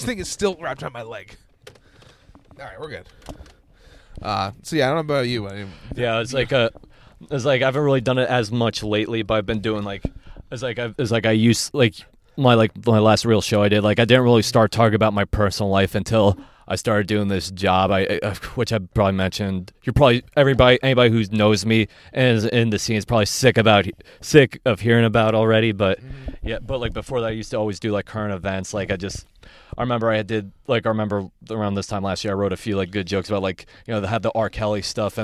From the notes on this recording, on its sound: got in my car and we talked